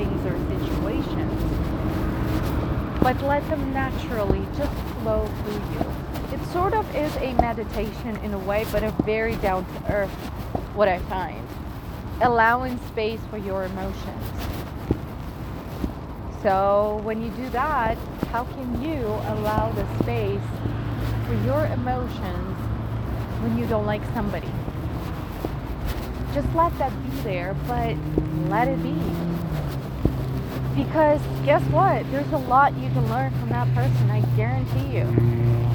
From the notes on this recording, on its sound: I'm nowhere near my recording equipment, so let's go on a walk together and have a chat!